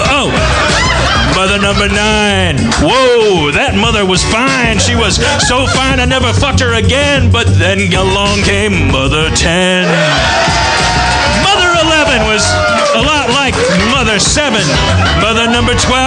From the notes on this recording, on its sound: Harmontown performs its last show on the stages of Nerdmelt in the back of Meltdown comics